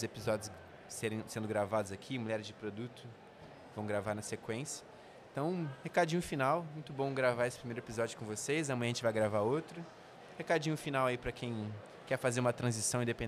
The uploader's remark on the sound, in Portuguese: Esse episódio foi gravado no espaço para Creators da Pcamp 2022.